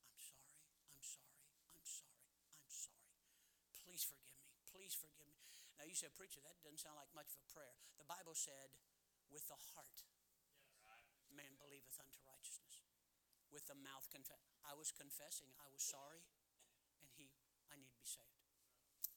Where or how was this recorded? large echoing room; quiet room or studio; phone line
large echoing room